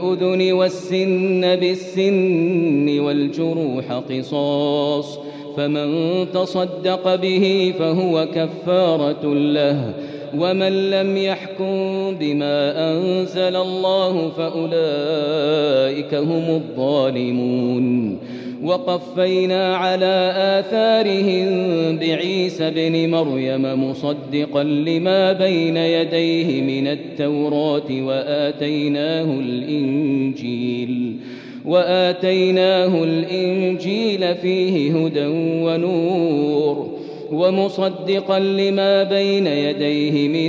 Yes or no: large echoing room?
yes